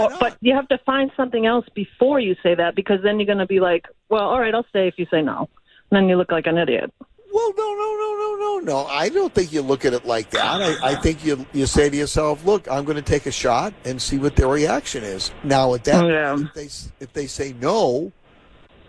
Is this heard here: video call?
no